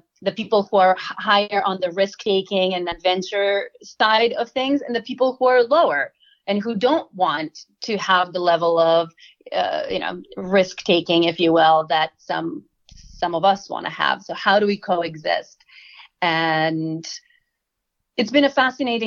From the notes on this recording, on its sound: Uncensored is a conversation on zoom where people from all over the world discuss sex and relationships openly and honestly.